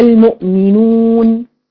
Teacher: يبقى انت قلتي الواو هنا عباره عن ضمتين، زمن ضمتين